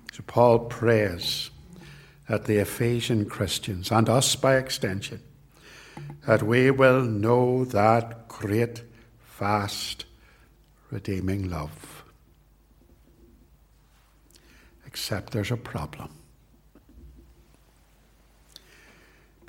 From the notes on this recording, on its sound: This sermon was preached at Ballymacashon and Templepatrick Reformed Church. It was recorded at TRC.